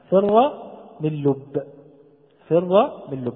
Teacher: نلاحظ أن الفاء تخرج كما قلنا من الثنايا العليا مع بطن الشفة، والراء من طرف اللسان من ظهره، والميم من الشفتين، والنون من طرف اللسان مع تداخل الخشوم، واللام من طرف اللسان، والباء من الشفتين معا. · Term: حروف الإذلاق